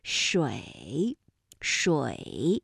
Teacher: 那发音的时候它的韵母是由乌，发音的状态快速转换到一 · Term: 复韵母